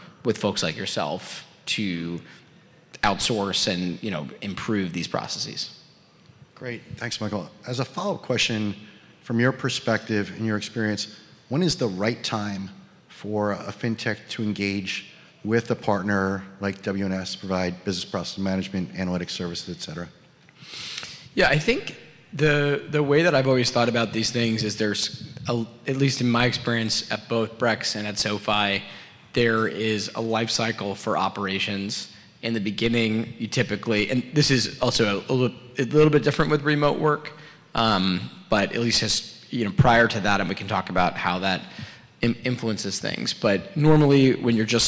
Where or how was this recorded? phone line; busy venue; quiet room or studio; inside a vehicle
busy venue